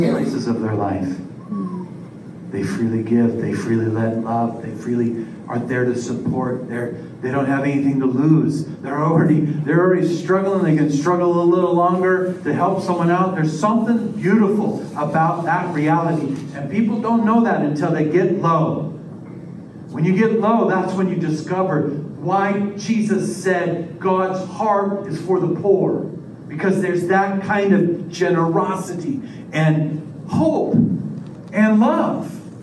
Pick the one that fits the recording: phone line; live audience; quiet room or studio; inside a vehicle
live audience